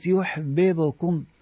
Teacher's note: مضاعفة فك الإدغام وتكرار الباء